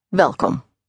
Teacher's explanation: The W is pronounced like a V.